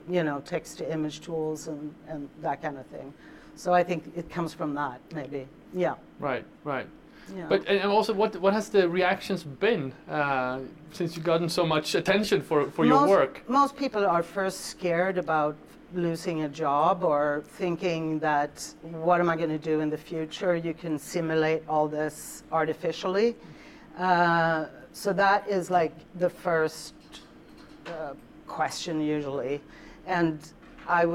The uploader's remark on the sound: We revisit a live talk. Recorded at the inaugural Virtual Creatives Live event, co-hosted by Lynk & Co in Stockholm.